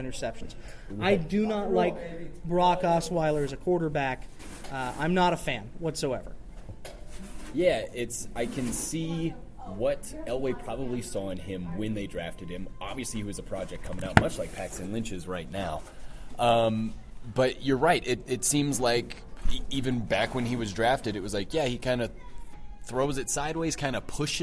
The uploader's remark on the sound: come to you live from the bowels of the Pepsi Center